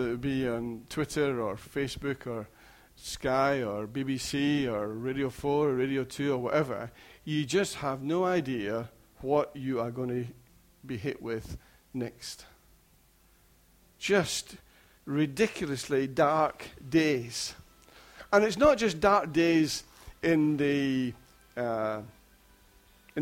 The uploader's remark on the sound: Recorded at freedomcentre church, Preston on Sunday 24th July 2016